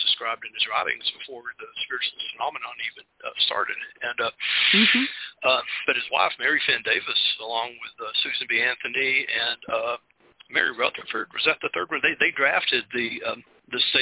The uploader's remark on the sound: The Lucky Mojo Hoodoo Rootwork Hour is a real, live call-in show where the general public gets a chance to ask about actual problems. Discussion Panel.